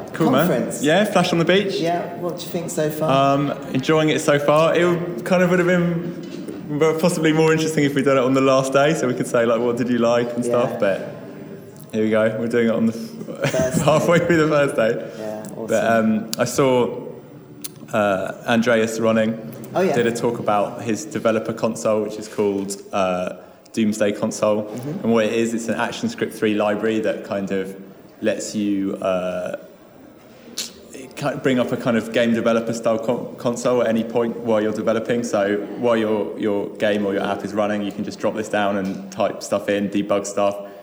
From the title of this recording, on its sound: Live from Flash on the Beach!